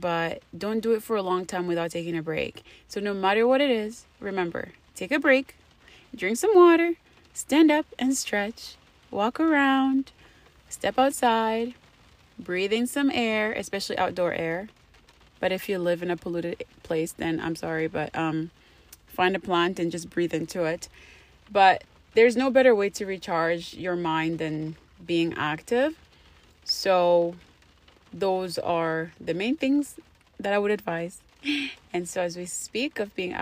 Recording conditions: background noise